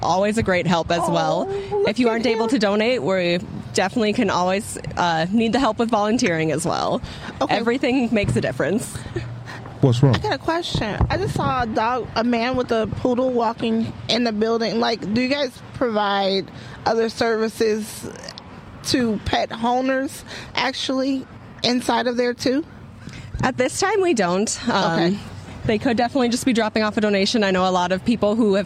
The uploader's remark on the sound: Mixed Culture on location at the Circle of Friends Animal Shelter Lock-In fundraiser. Who are going to be locked-in and in tents at their Adoption Center.